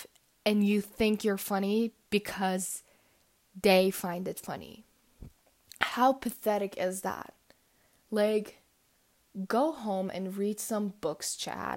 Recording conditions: background noise